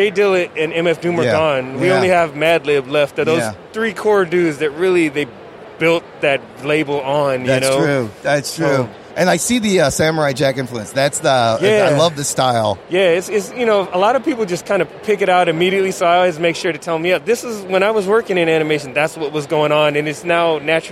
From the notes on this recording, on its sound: C2E2 in Chicago is back! Spend some time on the convention floor.